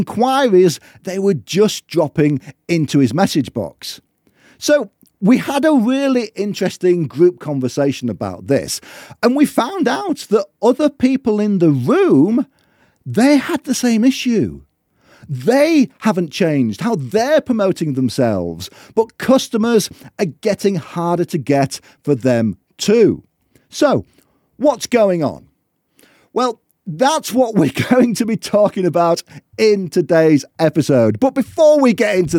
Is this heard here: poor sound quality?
no